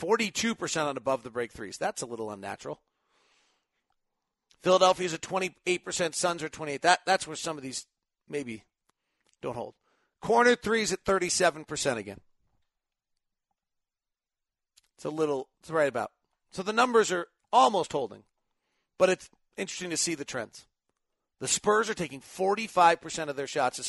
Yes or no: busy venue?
no